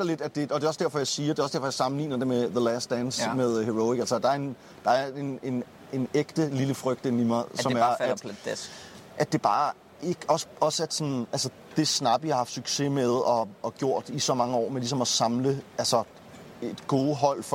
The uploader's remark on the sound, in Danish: LIVE FRA ROYAL ARENA